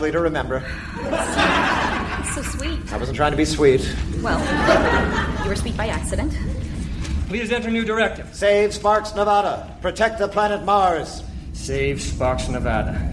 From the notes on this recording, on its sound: Recorded Live 8/6/2011 at Largo, Los Angeles.